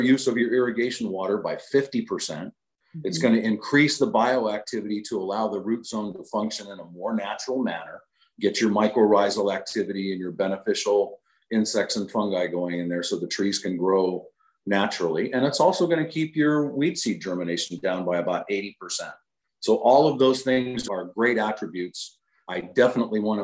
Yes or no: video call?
yes